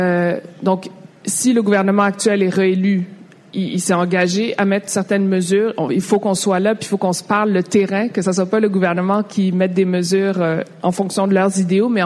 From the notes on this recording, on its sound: Live from EconoUs 2019. We are podcasting live from EconoUs, which is the Community Economic Development Conference in London, Ontario.